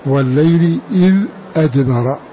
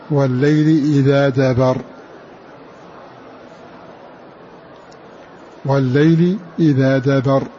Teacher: بفتح الذال وألف بعدها وبحذف الهمزة · Shown in: second take · والليل إذا دبر، والليل إذا دبر بحذف الهمزة وفتح الدال.